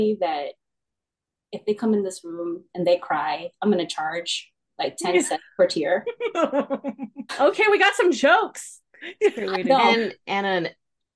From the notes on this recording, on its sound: Together they hop on zoom